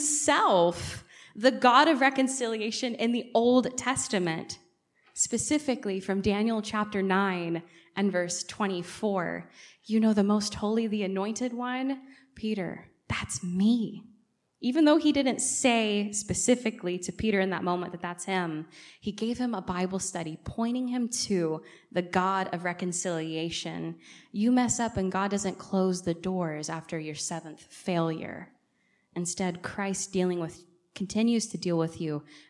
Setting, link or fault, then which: setting, large echoing room